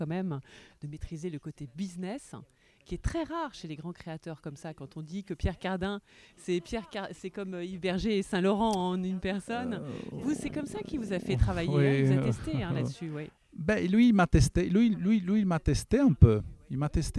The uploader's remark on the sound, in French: Cet été lorsque le Festival de Lacoste battait son plein, non loin de là, en terrasse du café de la Gare de Bonnieux.